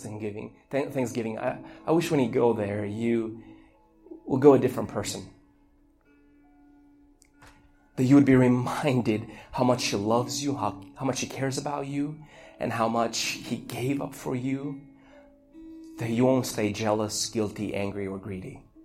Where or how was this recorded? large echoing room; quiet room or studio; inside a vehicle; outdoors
large echoing room